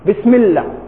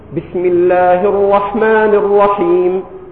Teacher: مديت لفظ الجلالة حركتان، والرحمن والرحيم · Shown in: second take · Term: المد الطبيعي